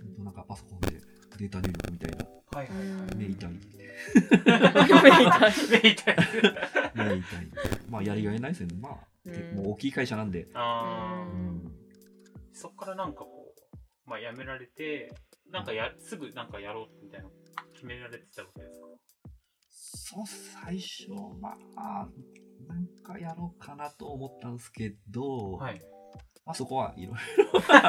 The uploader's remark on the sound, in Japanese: 引き続き、収録はポロポロ書店の店内で行なっています。相変わらずノイズ多めですが、悪しからず。